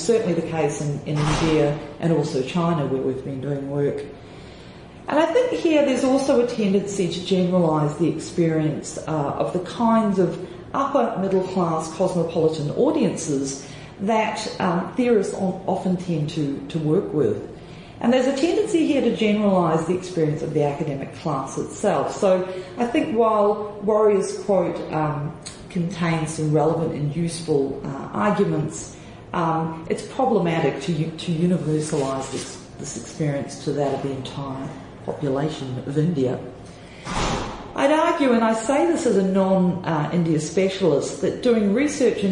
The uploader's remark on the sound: Plenary Address FILLM Conference, India